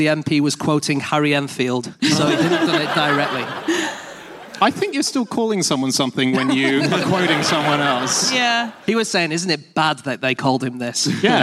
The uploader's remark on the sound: Live from the Lyric Theatre in London